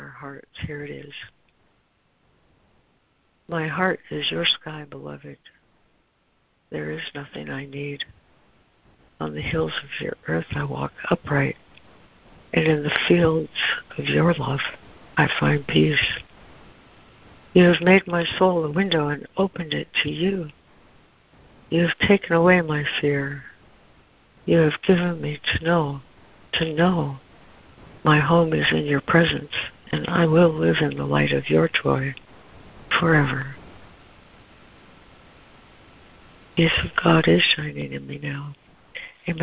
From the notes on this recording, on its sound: ACIM Daily Conference Call